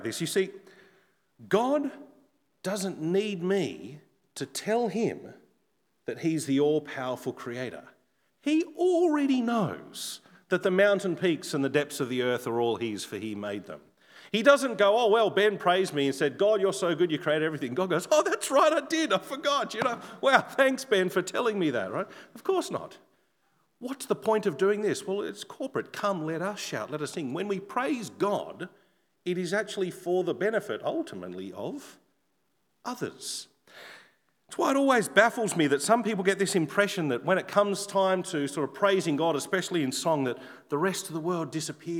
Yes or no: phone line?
no